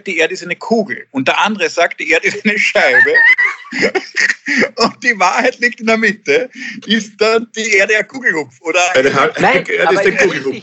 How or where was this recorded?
video call